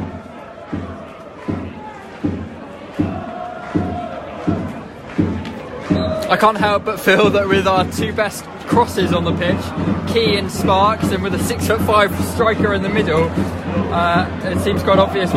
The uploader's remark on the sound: commentary from St James' Park